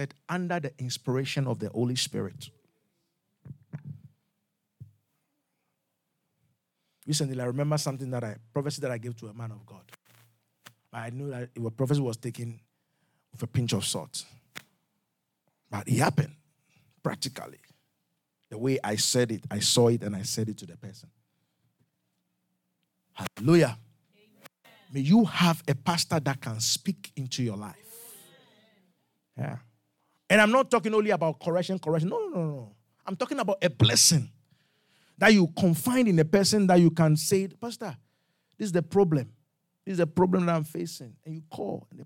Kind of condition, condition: setting, live audience